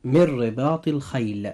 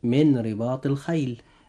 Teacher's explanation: الإدغام بغير غنة مع حرف الراء · Shown in: first take